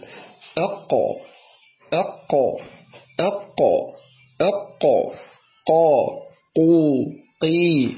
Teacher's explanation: القاف هي أقصى اللسان مع ما يحاذيه من الحنك اللحمي، أي المنطقة الرخوة من الحنك